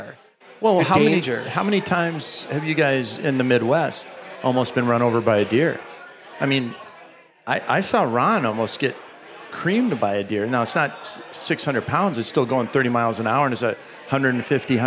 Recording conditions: live audience